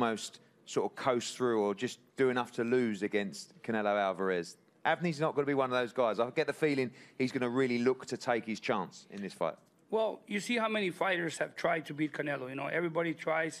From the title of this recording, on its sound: undercard press conference